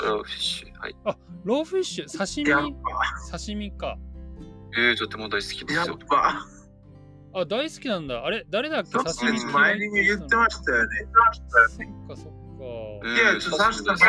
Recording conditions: poor sound quality